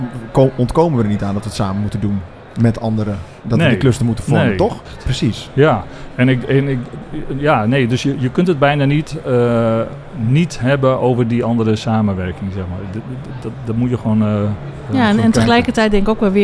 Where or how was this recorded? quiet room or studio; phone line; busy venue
busy venue